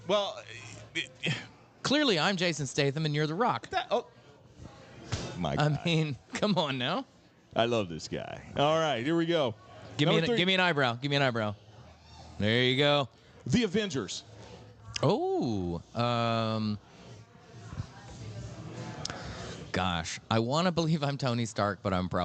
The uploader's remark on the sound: live from Chatham Tap Fishers